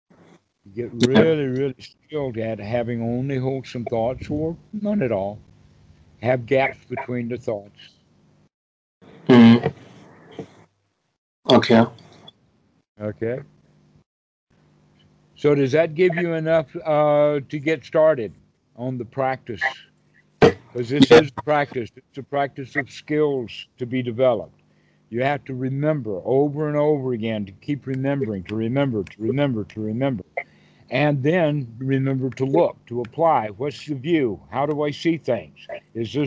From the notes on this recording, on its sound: Skype calls on this channel. Recorded calls.